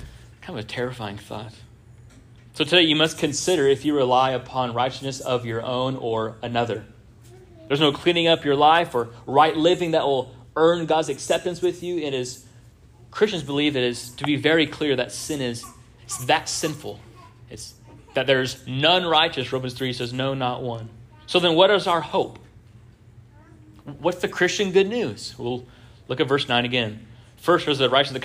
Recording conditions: large echoing room